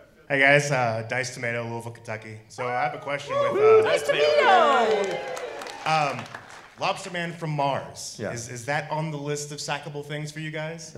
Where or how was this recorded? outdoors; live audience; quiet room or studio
live audience